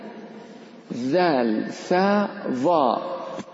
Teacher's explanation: طرف اللسان مع أطراف الثنايا العليا ذال ثاء ظاء، هذه الأحرف الثلاث الظاء والذال والثاء، أو بالترتيب الثاء والذال والظاء من طرف اللسان مع أطراف الثنايا العليا.